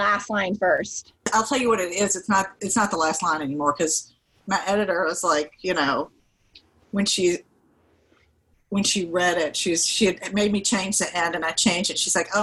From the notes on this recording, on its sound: a Zoom conversation